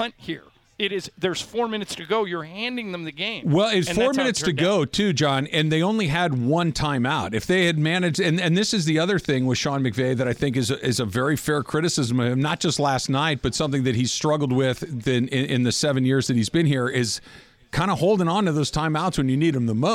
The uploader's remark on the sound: LIVE From Ralphs in Redondo Beach!